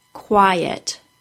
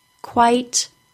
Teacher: if you aren't careful with adding the schwa sound to quiet, quiet and quite sound very much the same